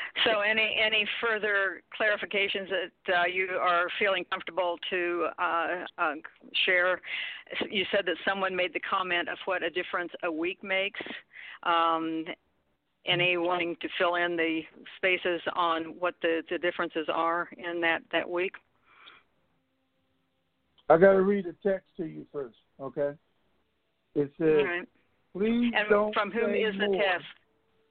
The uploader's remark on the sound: TNTSuperfantastic Conference Call